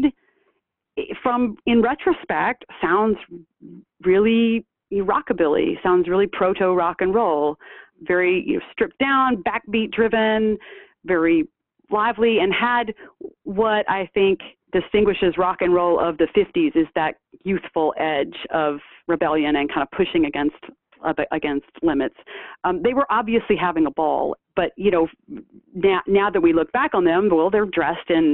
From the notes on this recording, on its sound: for an interview by phone